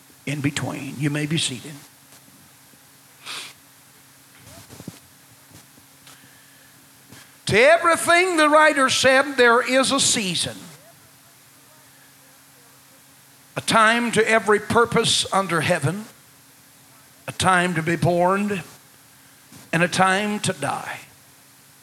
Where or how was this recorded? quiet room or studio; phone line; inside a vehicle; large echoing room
large echoing room